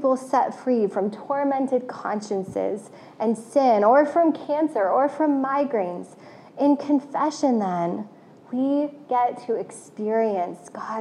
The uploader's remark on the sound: This message was originally preached to CityChurch in downtown Iowa City on February 13, 2022.